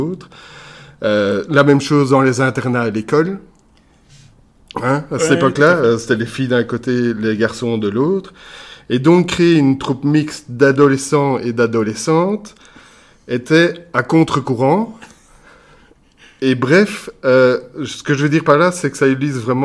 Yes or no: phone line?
no